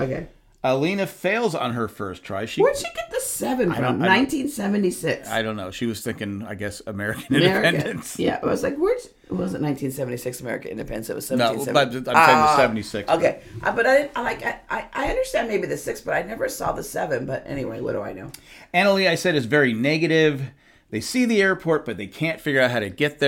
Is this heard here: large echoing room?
no